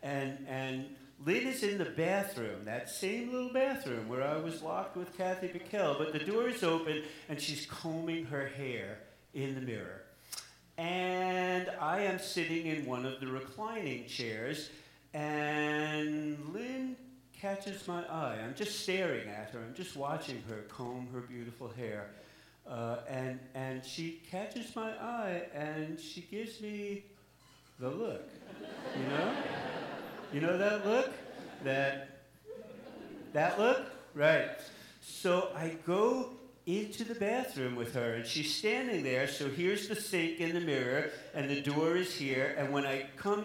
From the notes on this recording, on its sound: live at the Alberta Abbey